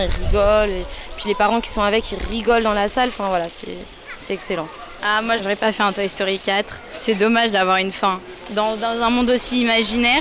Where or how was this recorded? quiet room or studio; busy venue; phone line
busy venue